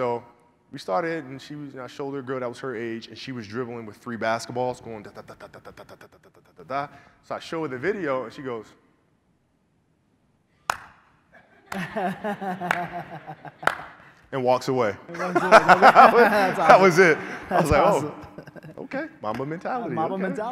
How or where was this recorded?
live audience